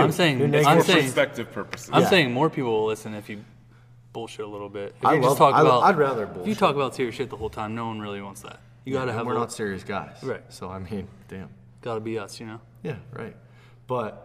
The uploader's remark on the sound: go live from center stage of the gym, on the Reverse Hyper Machine!